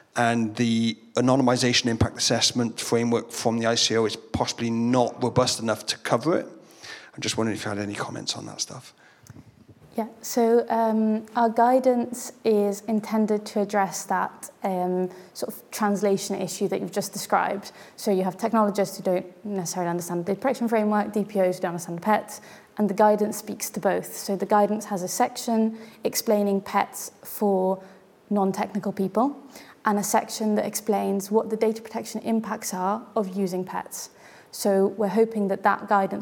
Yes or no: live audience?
yes